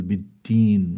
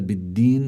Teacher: فلا بد أن تظهر الدال دا دالا ولا أن تكون شبيهة بالتاء · Shown in: second take